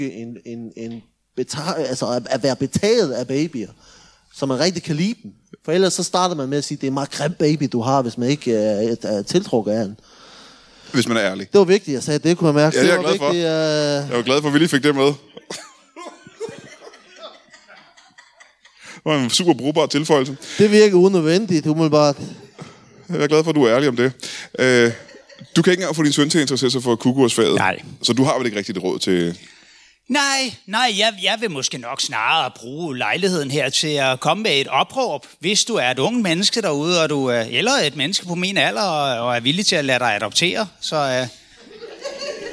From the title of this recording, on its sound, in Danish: LIVE fra Middelfart